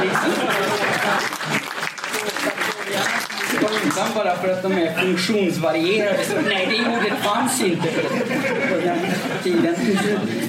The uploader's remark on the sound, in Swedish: Dagens avsnitt är den första delen av en inspelning från en lunch med ledarredaktionen som hölls på Playhouse teater.